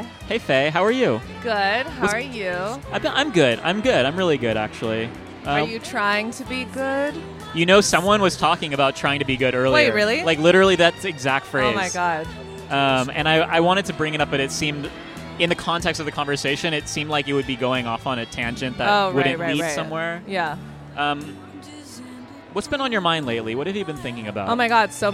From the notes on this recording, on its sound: Live from INTERNET YAMI-ICHI